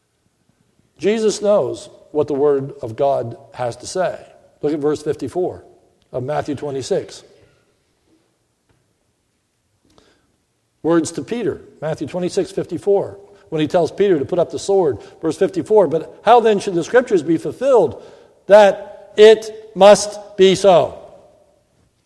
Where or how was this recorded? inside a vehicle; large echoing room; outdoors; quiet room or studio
large echoing room